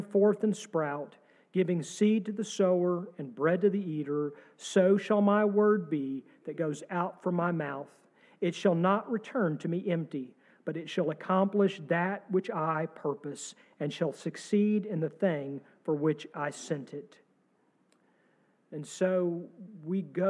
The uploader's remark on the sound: sermon from our service on March 26, 2023